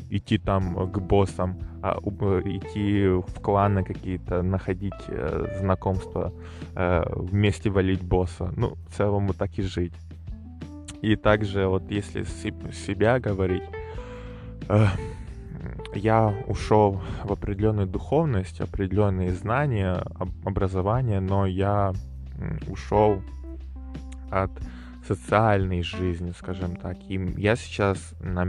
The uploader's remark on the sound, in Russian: Выпуск был записан возле моря, что придаёт свою определенную атмосферу